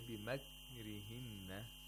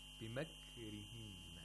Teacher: we have to pronounce it without qalqala · Shown in: second take